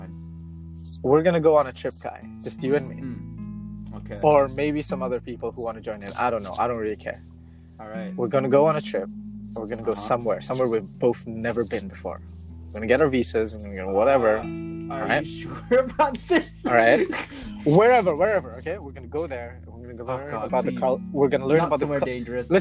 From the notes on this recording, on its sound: Totally didn't record this episode while I was driving to work.